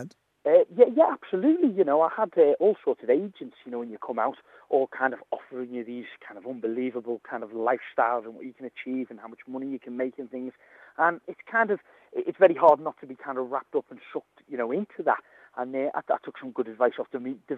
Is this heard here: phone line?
yes